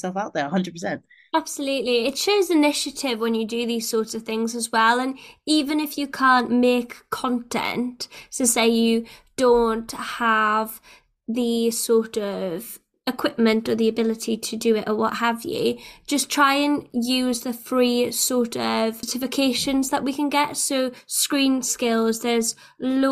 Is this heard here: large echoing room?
no